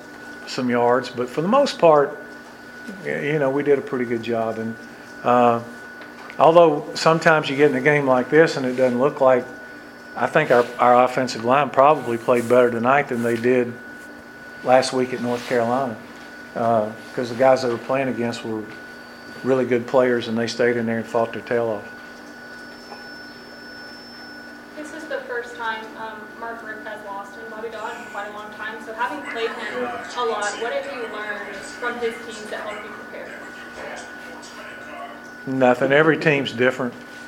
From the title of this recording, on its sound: Press Conference (Miami)